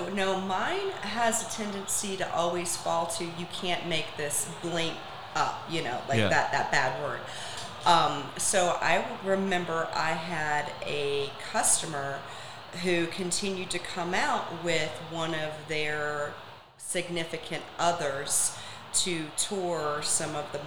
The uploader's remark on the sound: Recorded live at the new Naples Ferrari Dealership. Hosted their quarterly event for the top 500 agents in SWFL.